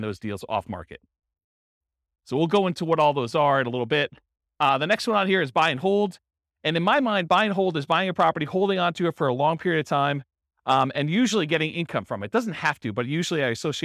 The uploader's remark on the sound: This was a live class recorded